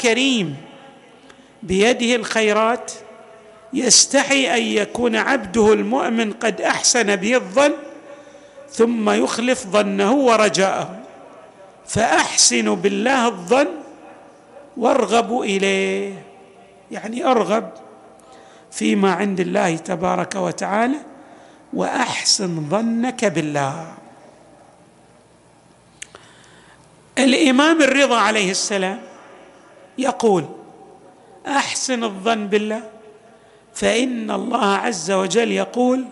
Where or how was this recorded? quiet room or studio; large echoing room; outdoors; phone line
large echoing room